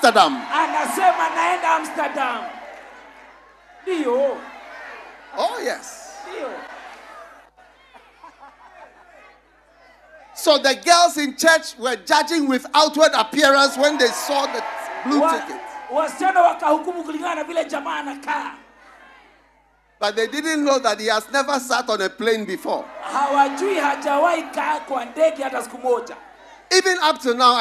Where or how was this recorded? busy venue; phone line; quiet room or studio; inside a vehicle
busy venue